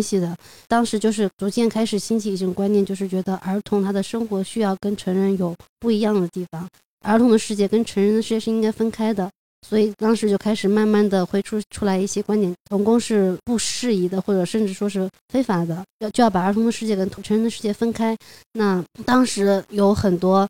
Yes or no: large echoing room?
no